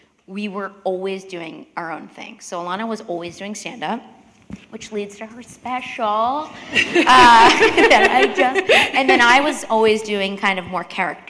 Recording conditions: live audience